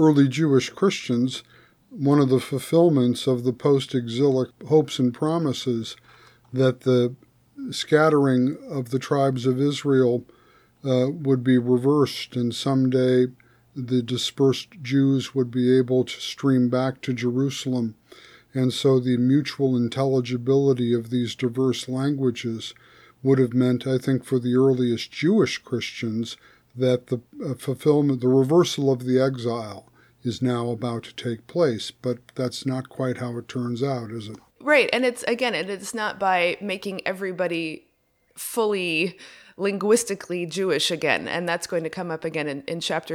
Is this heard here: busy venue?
no